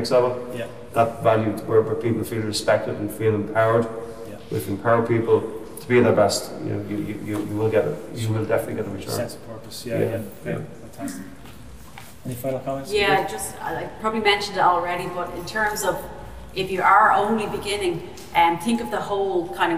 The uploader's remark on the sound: Live at the Irish Aviation Authority. We brought the community together at the wonderful Irish Aviation Authority conference centre. With a panel of guests from different industries. We recorded the audio from the event.